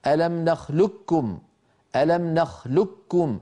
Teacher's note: أما نخلقكم فالقاف نعم مستعلية، لكن العرب استساغوا أن ينطقوها كاف مشددة فيقولون ألم نخلقكم ألم نخلقكم، فيدغمون القاف في الكاف فيكون النطق بكاف مشددة